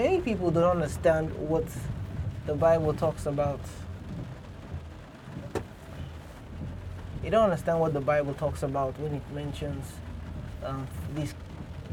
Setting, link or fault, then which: setting, inside a vehicle